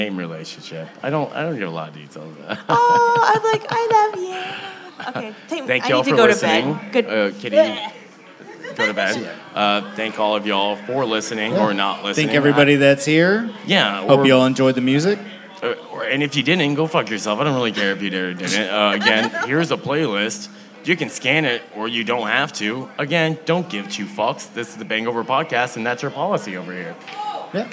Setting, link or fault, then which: setting, live audience